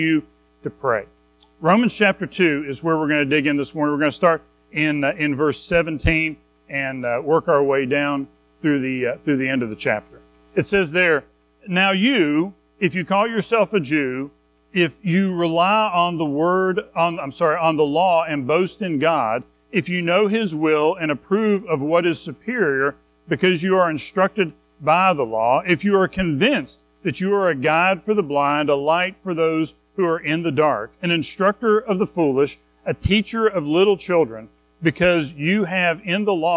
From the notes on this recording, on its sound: Recorded at Madison Baptist Church in Madison WV on February 19, 2023